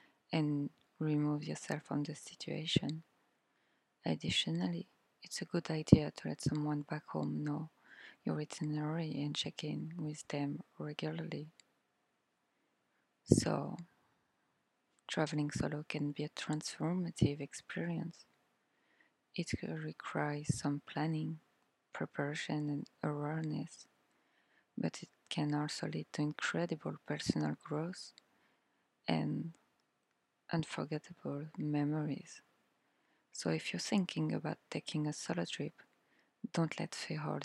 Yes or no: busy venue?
no